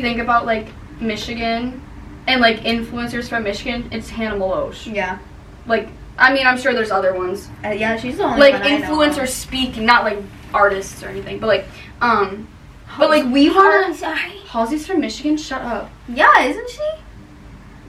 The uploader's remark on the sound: we know the audio sounds horrible.